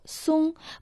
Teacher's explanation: Название реки Сунхуатянь на китайском языке состоит из трех иероглифов Сунхуатянь. Первый иероглиф Сун произносится в первом тоне, переводится как сосна.